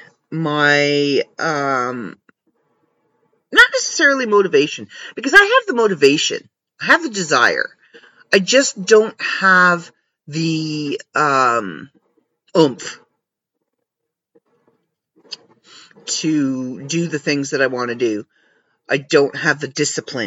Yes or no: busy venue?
no